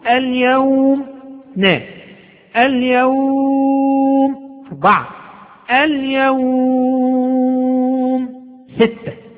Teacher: المد اللين آخره مفتوح، فلك فيه ثلاثة أوجه، وهي المدود الثلاثة مع السكون المحض، يعني 2 و4 و6 مع السكون المحض